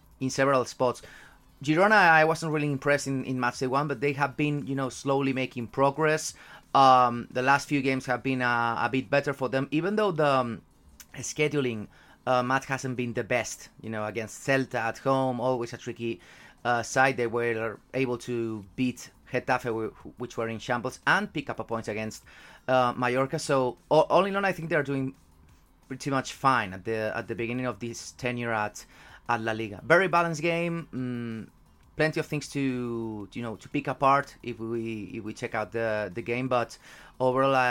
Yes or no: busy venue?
no